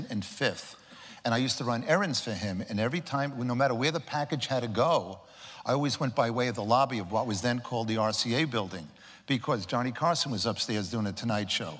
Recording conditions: live audience